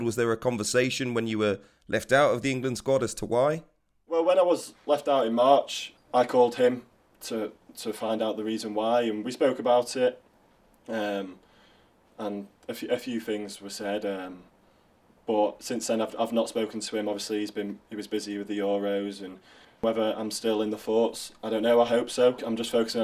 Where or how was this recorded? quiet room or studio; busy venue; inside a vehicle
quiet room or studio